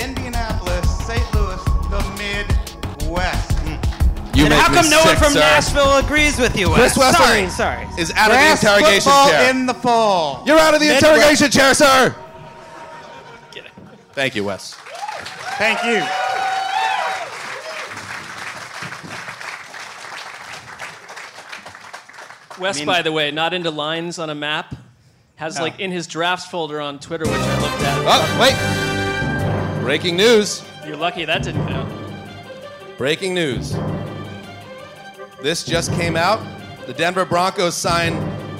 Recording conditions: live audience